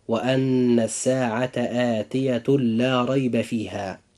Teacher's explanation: إدغام بغير غنة، حيث يأتي التنوين بعده حرف اللام